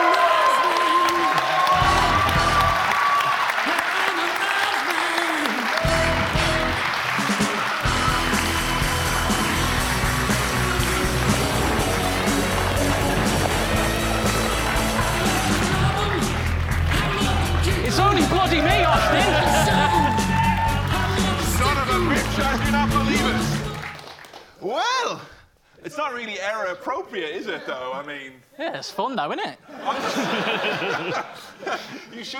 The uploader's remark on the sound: As part of the London Podcast Festival. Took to the stage in Kings Place Theatre. Featuring a Q&A with fans!